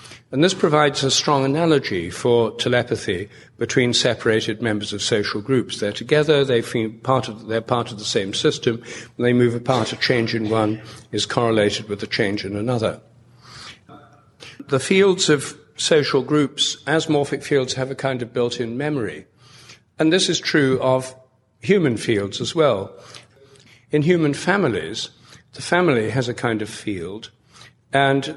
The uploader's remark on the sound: An excerpt from a talk at the 2012 IONS Conference in San Francisco.